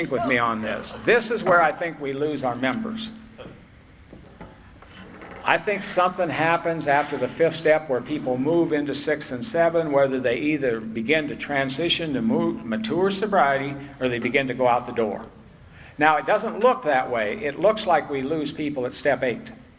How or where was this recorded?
live audience